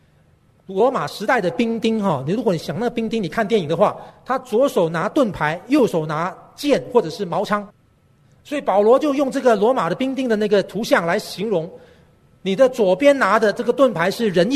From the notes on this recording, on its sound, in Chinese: 本节目是由台北信友堂提供的主日崇拜现场实况录音，由良友电台剪接制作。